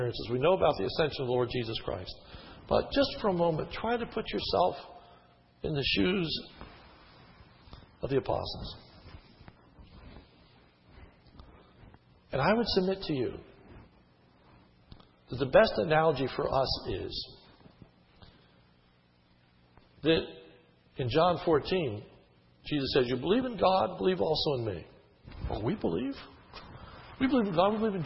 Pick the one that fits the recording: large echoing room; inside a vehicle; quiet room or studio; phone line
large echoing room